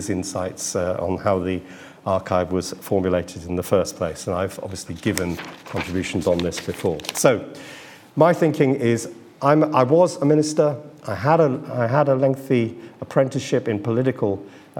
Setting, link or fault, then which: setting, live audience